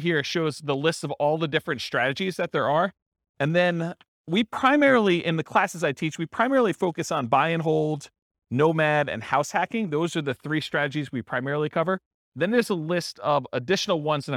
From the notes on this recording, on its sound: This was a live class recorded